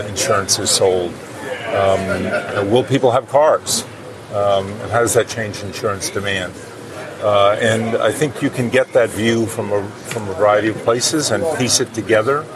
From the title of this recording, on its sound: Broadcasting from the Citadel Securities post on the floor of the NYSE